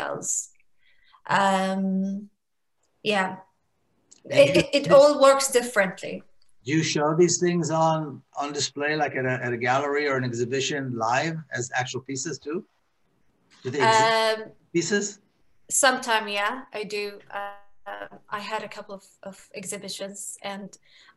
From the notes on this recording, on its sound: This event was held via Zoom